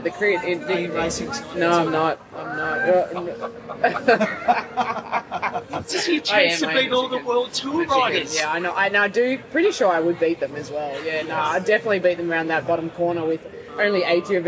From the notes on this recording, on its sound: We're live again from the Hilton Adelaide and the 2024 Tour Down Under.